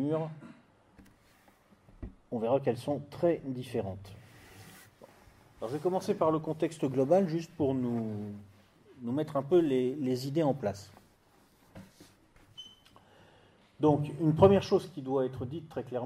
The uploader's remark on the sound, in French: le 3 juin 2017 à Amiens pour une conférence